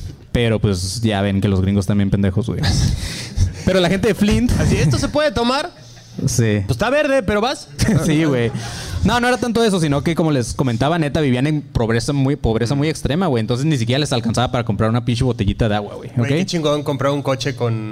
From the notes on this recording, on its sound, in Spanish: En Vivo Monterrey. Show en vivo desde el Escocés Pub en Monterrey.